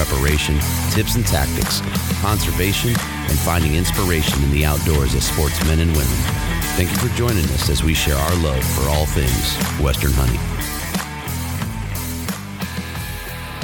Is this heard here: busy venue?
yes